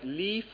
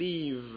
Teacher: Partial stricture is there. Labiodental fricatives like leaf, the f in leaf, or in fact the voiced versions, version v, as in leave.